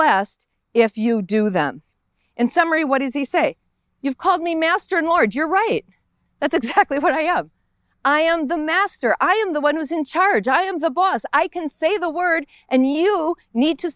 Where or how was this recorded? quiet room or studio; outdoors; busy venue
outdoors